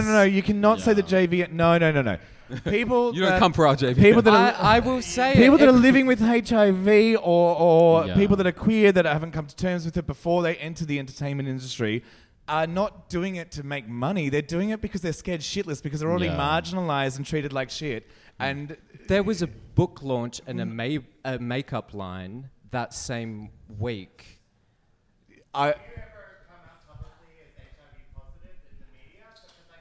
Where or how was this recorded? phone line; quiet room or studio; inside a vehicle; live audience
live audience